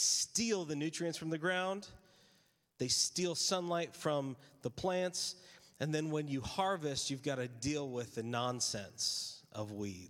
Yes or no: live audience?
yes